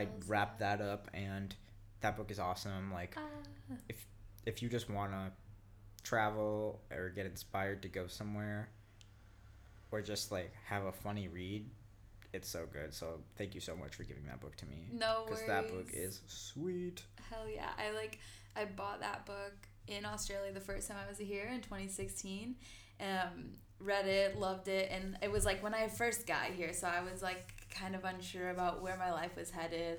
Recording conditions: sounds in the background